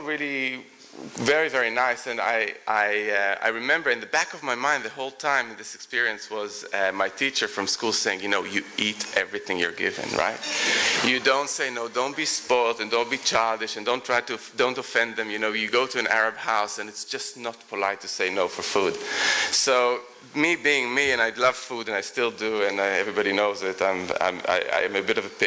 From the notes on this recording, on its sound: Recorded at The Tabernacle in London in May 2010.